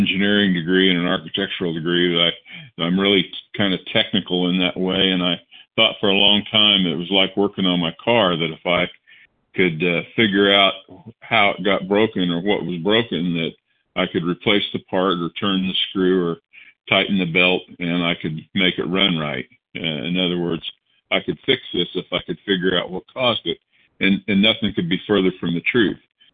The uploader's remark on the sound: 100 Pounders Phone Meeting.